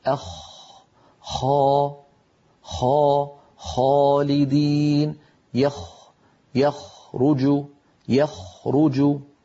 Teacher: أخ لاحظوا بأن المخرج مفتوح بارك الله فيكم، لاحظوا منطقة الخاء ليس فيها انقفال